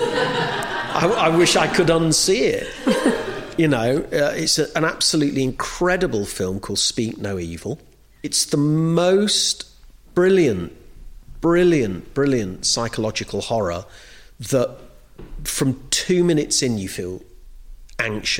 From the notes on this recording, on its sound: In this show, recorded LIVE at the Lyric Theatre Hammersmith.